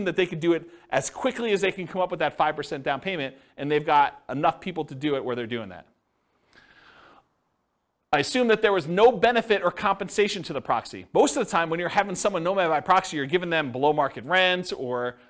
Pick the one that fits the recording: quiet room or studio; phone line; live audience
live audience